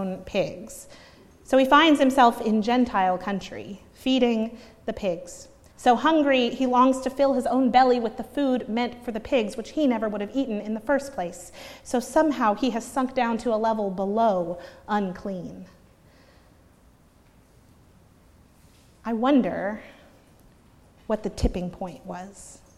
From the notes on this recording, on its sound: preached at Northminster Church on March 31, 2019